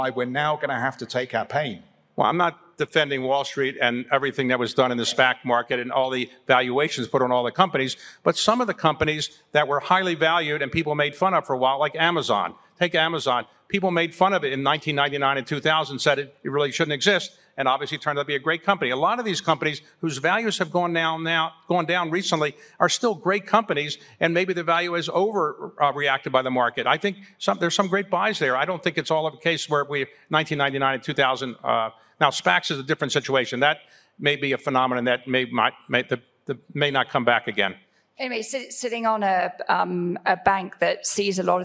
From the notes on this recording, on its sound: Experts talk inflation, stagnation and (de-)globalisation at Davos 2022. On this panel at Davos 2022.